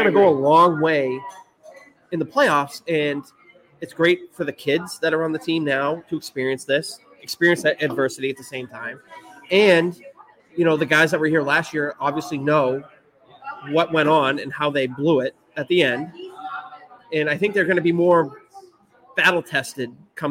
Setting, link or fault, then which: setting, busy venue